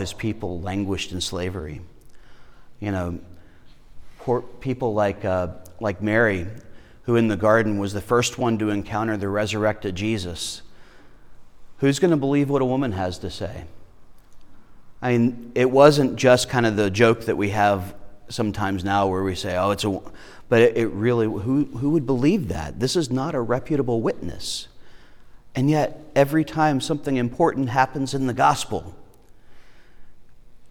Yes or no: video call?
no